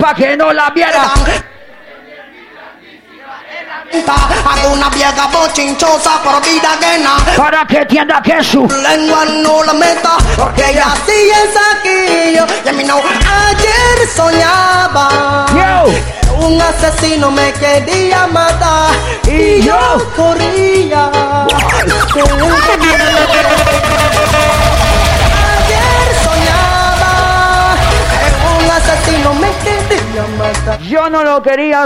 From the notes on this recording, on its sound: Audio en vivo del 2014